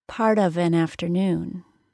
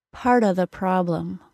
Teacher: the difference between the word being pronounced as of and as just the schwa sound